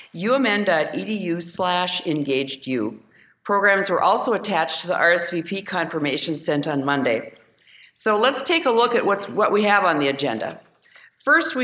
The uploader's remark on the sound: This episode is a recording of the University of Minnesota panel discussion